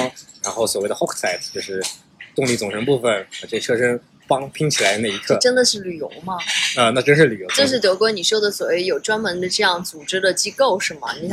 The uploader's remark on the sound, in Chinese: 本期录制场地所限，背景有些杂音，见谅。